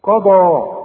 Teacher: القاف والضاد مفخمين، والمد كمان